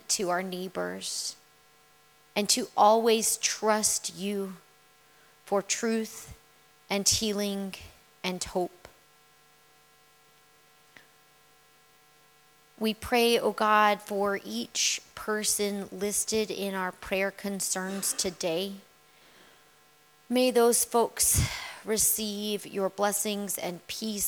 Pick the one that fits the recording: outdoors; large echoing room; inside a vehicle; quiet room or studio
large echoing room